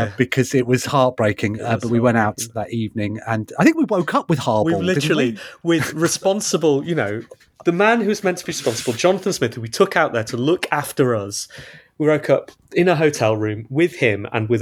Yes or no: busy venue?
no